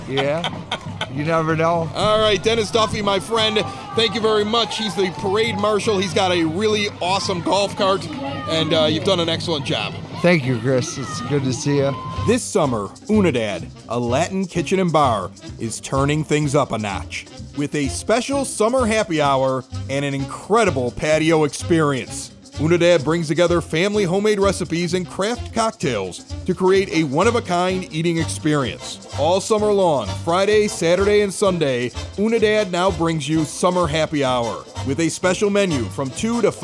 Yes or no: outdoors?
yes